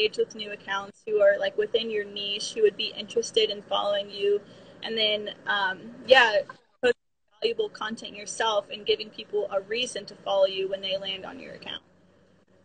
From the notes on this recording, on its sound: on her Instagram channel and she was kind enough to let me use the live as an episode!